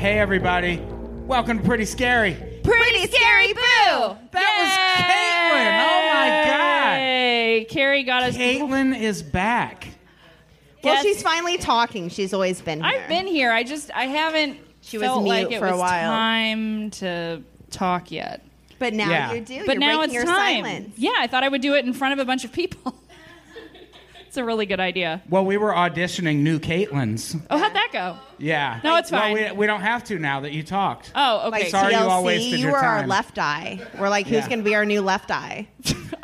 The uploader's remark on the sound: Live At The Hollywood Hotel